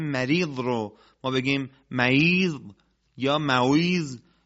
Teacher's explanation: را رو جوفی ادا بکنیم بدون این که یک جایگاه خاصی داشته باشه، این صحیح نیست، غلطه · Term: را جوفی